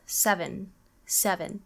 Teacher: when pronouncing 7, the second E is usually dropped.